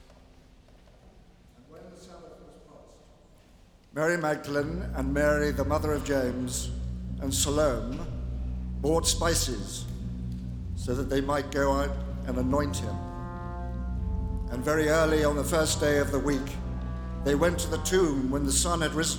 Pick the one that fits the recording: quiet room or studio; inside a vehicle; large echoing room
large echoing room